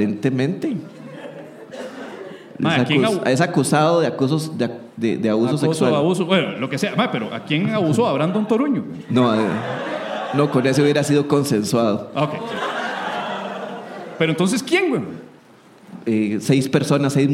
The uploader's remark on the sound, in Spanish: En Vivo Desde Heredia. Episodio en vivo desde Teatro Heredia, en una grabación sorpresa.